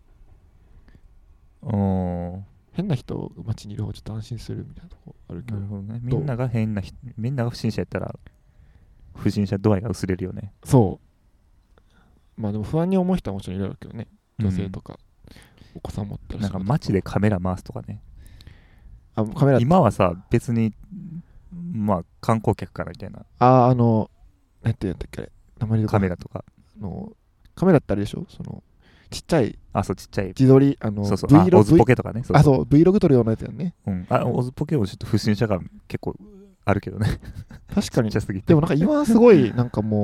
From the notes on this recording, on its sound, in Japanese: 今回は河川敷収録